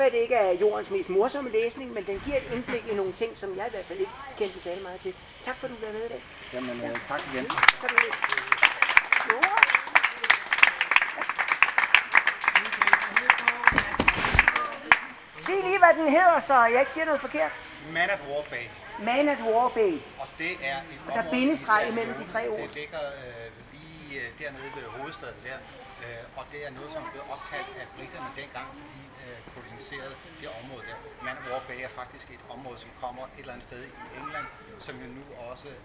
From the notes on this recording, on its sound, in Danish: Lyt med på live-optagelsen fra festivalafslutningen. I gårdhaven ved Dansk PEN på Christianshavn. 13 kunstnere medvirker med tekst og musik, oplæsning, digte, samtaler, oplæg, aktivisme og diskussion.